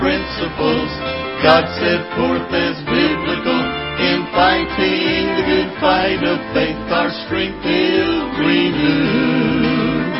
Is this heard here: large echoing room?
yes